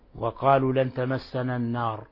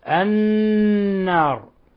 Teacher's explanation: عندنا نون مشددة حكمها أن تغن مقدار حركتين · Shown in: second take · فتكون حرف غنة مشدد فلا نقرأها النار.